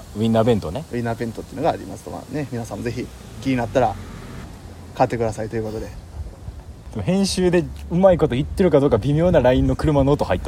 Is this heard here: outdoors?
yes